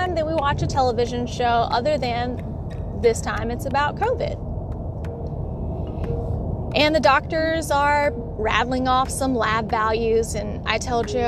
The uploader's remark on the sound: On The Road Ramblings. This miniseries is recorded as always on my way to work. It's raw an unedited.